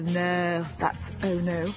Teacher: I think it's about the vowel sounds really, very long, flat vowels